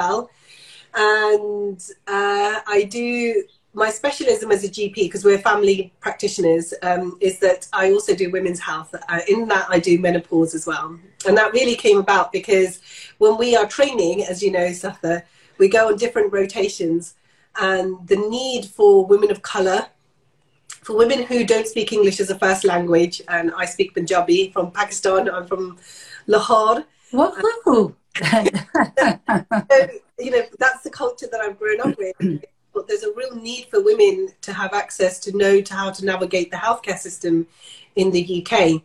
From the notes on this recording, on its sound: Taken from their Instagram Live chat